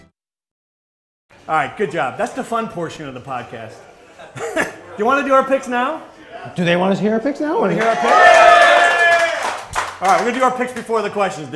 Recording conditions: live audience